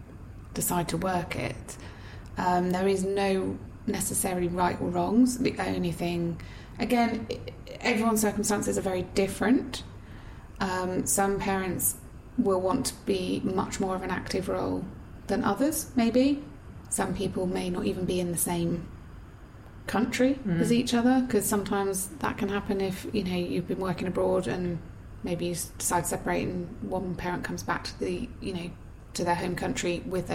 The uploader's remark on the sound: Our apologies for the background whirring during this episode. Lap top fan was having a funny 5 minutes (or so..!).